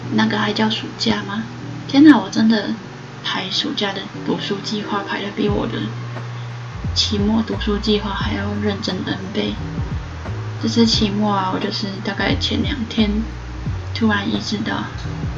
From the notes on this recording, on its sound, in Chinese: 換耳機了這個音質偏差。